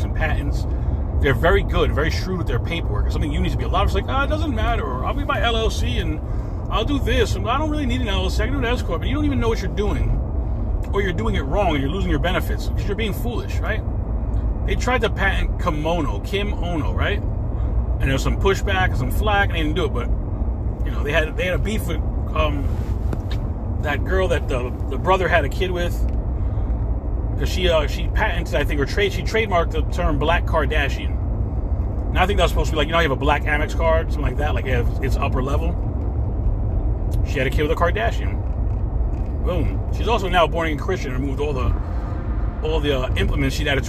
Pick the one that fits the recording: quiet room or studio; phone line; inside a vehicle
inside a vehicle